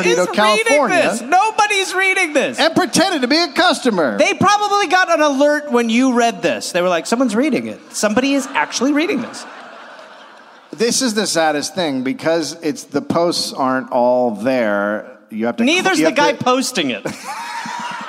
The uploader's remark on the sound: Live in Phoenix